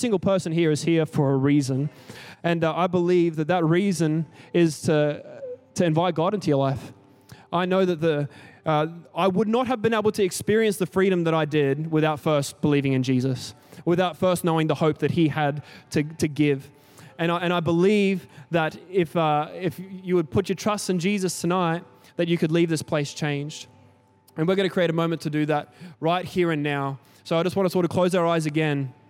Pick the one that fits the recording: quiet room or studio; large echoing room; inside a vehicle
large echoing room